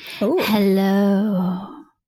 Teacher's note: my mom having this very breathy, smoky telephone voice. Like, ooh.